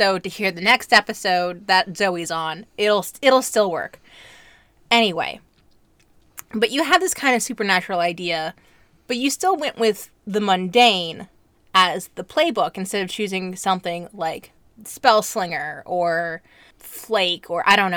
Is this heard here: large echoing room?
no